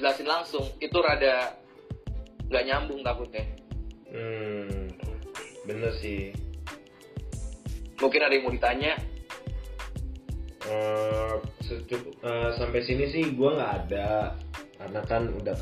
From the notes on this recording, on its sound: Disclaimer: Episode ini direkam saat pandemic COVID-19 sedang menyebar dimana-mana sehingga rekaman ini direkam dengan cara Record from Home. We are so sorry for the sound & voice quality which is not our best at the moment.